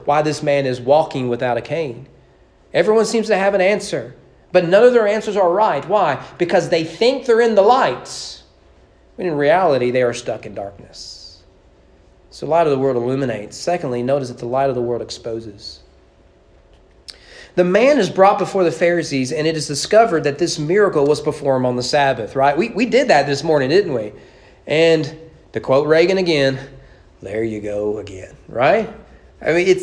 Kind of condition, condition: setting, large echoing room